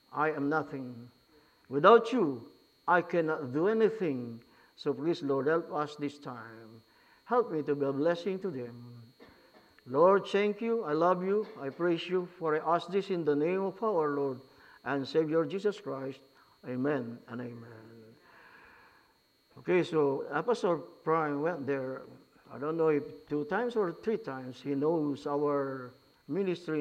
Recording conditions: large echoing room